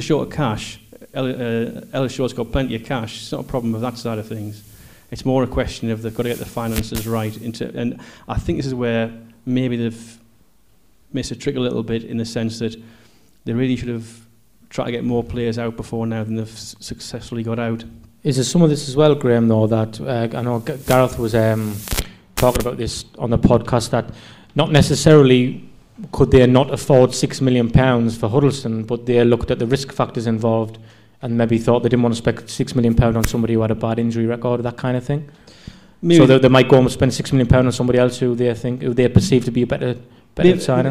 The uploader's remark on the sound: Live at The Isis. This is the first live podcast we've done. We recorded in front of a live audience at the Isis, Sunderland. There may be a few pops and squeals in the wrong place, but it was live after all.